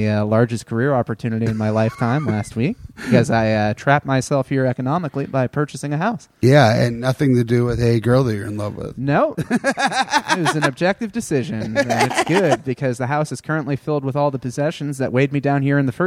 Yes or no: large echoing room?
no